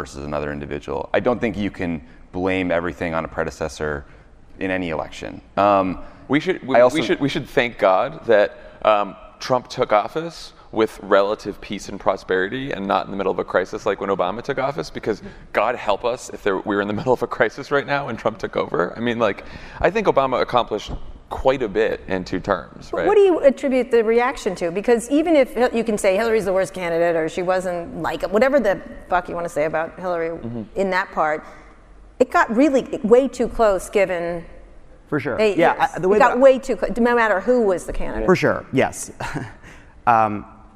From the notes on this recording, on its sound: Live at SXSW. In a live interview at South by Southwest 2017.